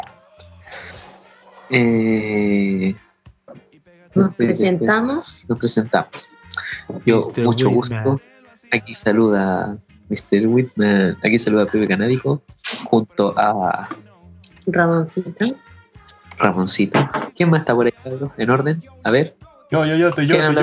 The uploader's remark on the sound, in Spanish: Disculpando a nuestro queridisimo publico por la calidad del sonido.